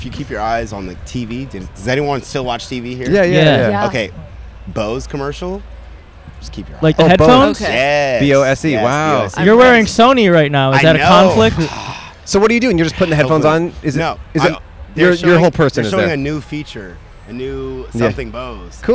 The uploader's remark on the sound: Nightlife in Austin. Recorded 4/21/2023 on E 6th street in Austin, TX.